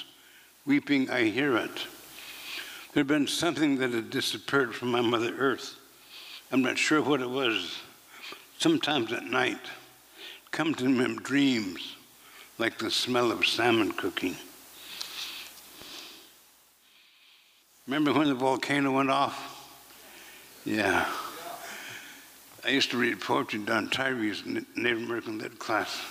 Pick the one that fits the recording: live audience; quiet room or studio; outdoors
live audience